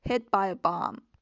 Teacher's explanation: 这个 t 在吞音的时候呢，并不是说你就完全的就像没有一样，而是说你的这个口腔的位置呢是要到位的，只不过这个声音不用发出来